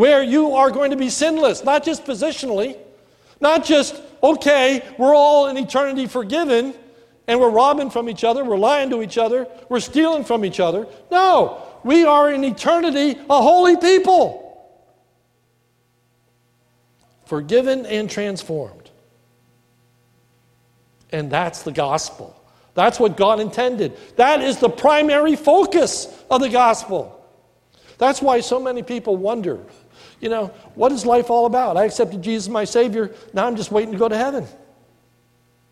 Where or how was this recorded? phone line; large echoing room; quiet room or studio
large echoing room